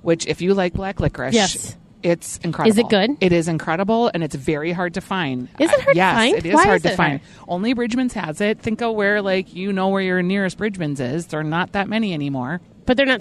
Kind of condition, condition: setting, busy venue